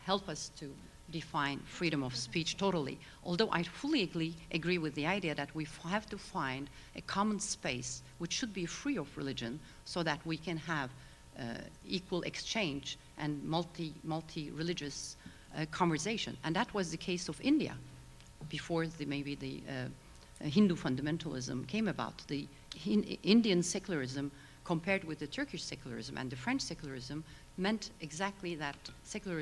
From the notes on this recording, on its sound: Panel discussion at World Voices Festival 2008.